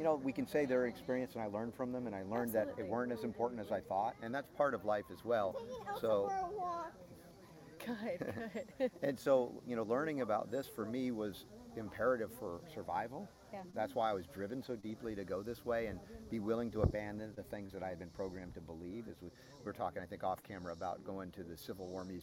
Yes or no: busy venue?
yes